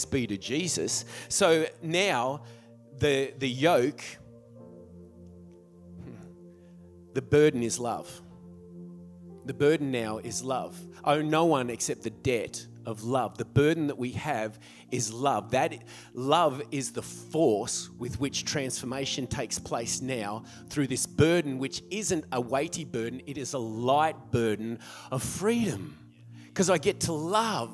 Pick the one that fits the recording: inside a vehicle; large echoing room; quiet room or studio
large echoing room